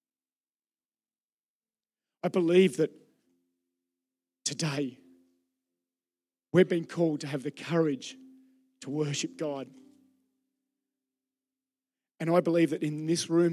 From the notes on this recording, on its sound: Recorded during our Melbourne East service on Sunday, the 12th of November 2023.